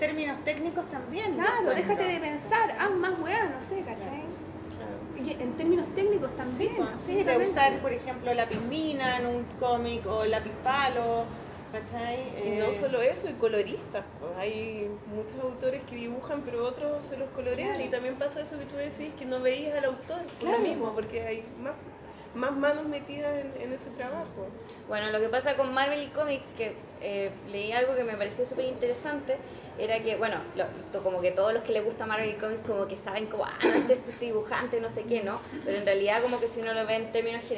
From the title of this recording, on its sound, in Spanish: en vivo